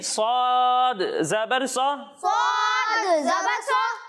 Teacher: صاد ہے تو اس میں سیٹی کی آواز بھی آئے گی، اور اسے موٹا بھی کرنا ہے. ٹھیک ہے جی.